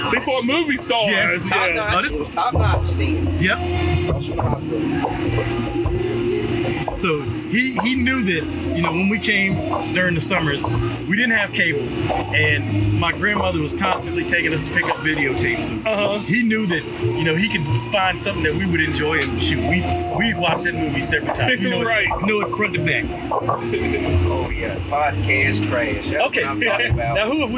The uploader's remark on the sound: JOES Grill -- The Bottoms. They take their microphones to downtown Rocky Mount to capture the stories of the people who make this community unique. As part of the 150th Anniversary of The town of Rocky Mount, We set up next to the historic First Baptist Church's original location. Amid the sounds of Gospel next door, soul, and country music from down the street, we hear from a diverse group of individuals.